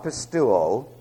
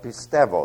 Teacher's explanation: This is a diphthong that is simply pronounced as an ev sound · Shown in: second take